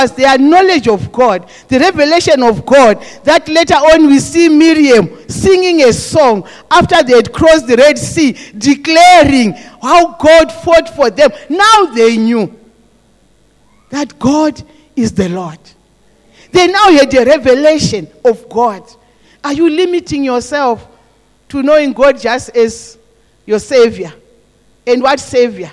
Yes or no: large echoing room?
yes